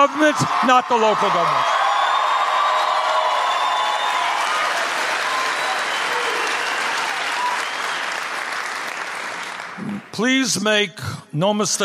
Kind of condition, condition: setting, live audience